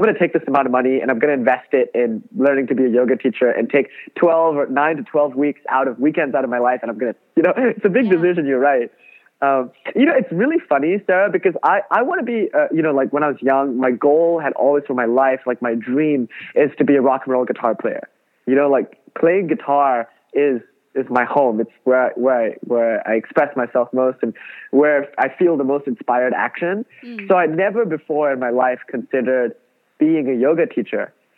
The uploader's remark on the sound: Over the phone.